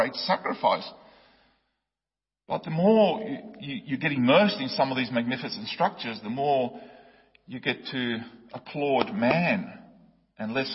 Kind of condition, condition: setting, large echoing room